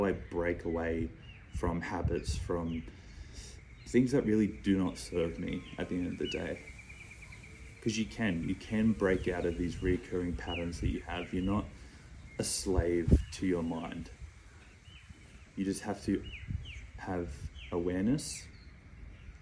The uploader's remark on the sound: The video podcast that was planned for this week wasn’t able to be uploaded but to keep to my word I shot part 3 on my IPhone without a microphone.